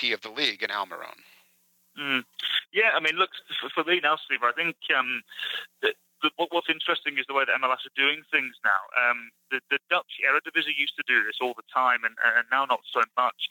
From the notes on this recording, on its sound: A Phone Call. Over the phone as the team continues its preseason in Tucson. The audio quality is not great.